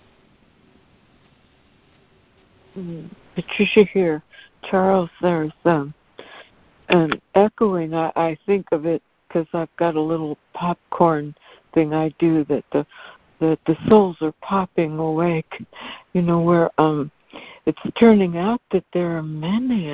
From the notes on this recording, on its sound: ACIM Daily Conference Call